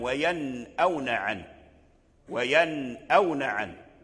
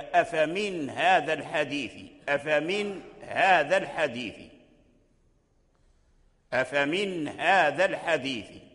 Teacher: فالنون الساكنة تظهر عند الهاء واضحة، أفمن هذا، أفمن هذا، فتظهر النون عند الهاء. · Term: الإظهار